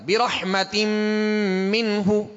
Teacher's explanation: یعنی یہ تنوین جو ہے میم میں داخل ہو گئی یہ تنوین نون ساکن ہی ہوتا ہے لہذا یہ میم میں · Term: ادغام